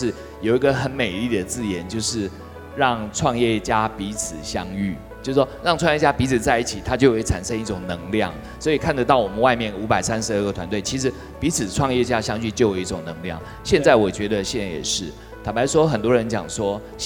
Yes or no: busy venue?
yes